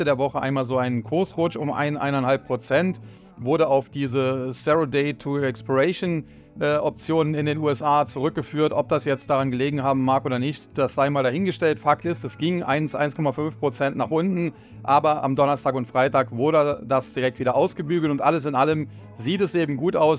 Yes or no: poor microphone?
no